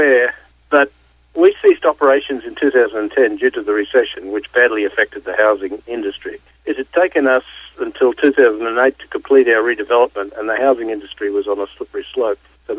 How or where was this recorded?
phone line